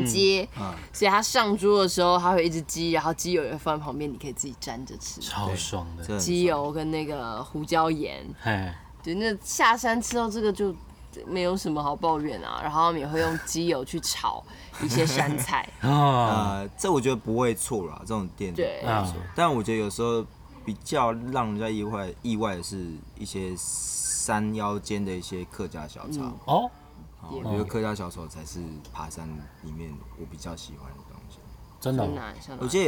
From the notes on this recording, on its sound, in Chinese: 跟著我們下山邊走邊聊。錄音地點：草嶺古道。